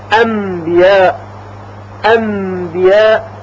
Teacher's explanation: پس در واقع صدای میم با قنه زیادتری از خیشوم خارج میشه. در حقیقت صدای میم در خیشوم مخفی میشه. · البته وقتی که نون ساکن یا تنوین قبل از حرف با قرار بگیره، مثل انبیاء، انبیاء، نون ساکن تبدیل به میم میشه · Term: اقلاب